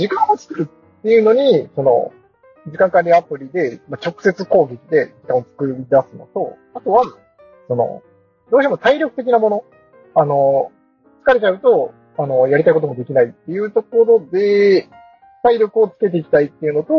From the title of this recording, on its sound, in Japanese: 音質悪いです